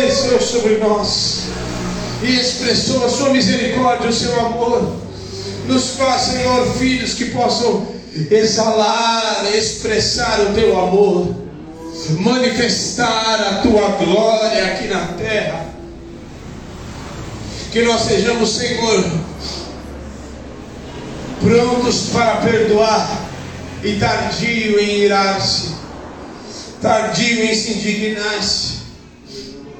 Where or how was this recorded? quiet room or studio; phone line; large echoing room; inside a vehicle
large echoing room